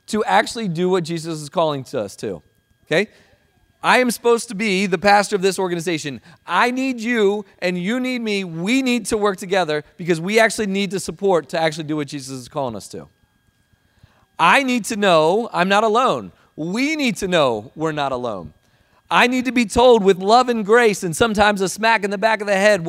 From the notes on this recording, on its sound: Recording of Sunday gathering on June, 4th 2023.